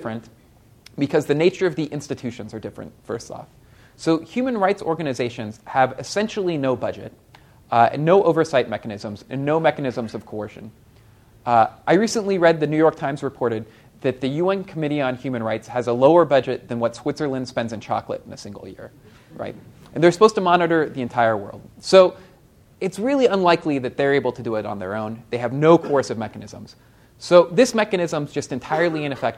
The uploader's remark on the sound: This talk was recorded on November 4, 2014, as part of the Chicago's Best Ideas lecture series.